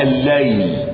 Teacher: أضغمت لام أل في لام ليل، فأضغمت الأولى في الثانية لام شمسية مضغمة لوقوع اللام بعدها في كلمة الليل، الليل لام شمسية مضغمة لوقوع اللام بعدها.